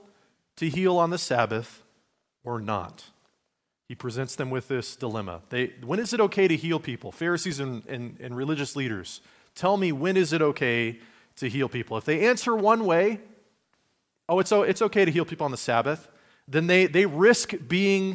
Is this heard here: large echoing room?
yes